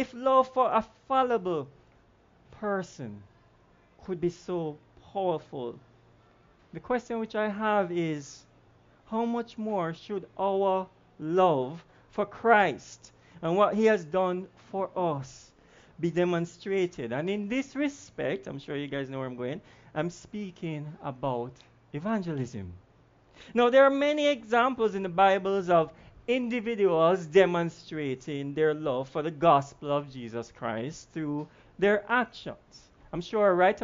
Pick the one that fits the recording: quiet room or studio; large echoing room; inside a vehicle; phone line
large echoing room